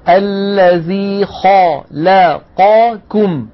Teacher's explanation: خا الخاء مفخمة، لا اللام مرققة، قا القاف مفخمة، كم الكاف مرققة · Term: نفخم المفخم ونرقق المرقق